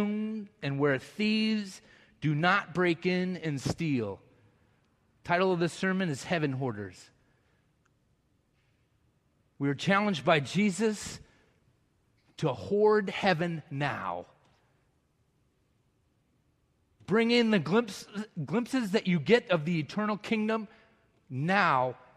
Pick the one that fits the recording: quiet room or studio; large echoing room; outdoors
large echoing room